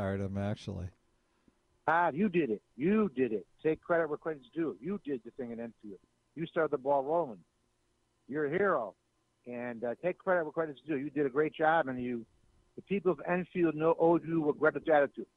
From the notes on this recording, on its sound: take a few more phone calls